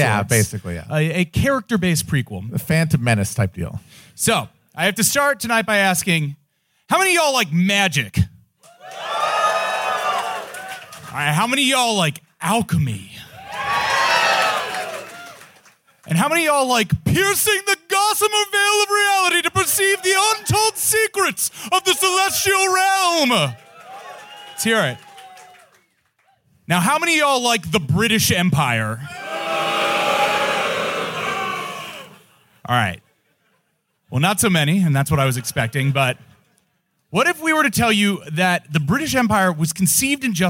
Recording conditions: live audience